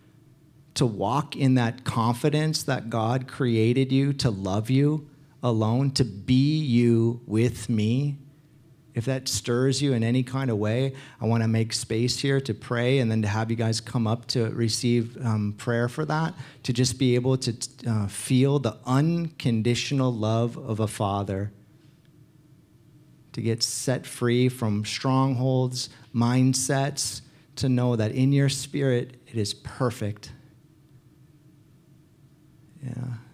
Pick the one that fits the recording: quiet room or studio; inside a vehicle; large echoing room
large echoing room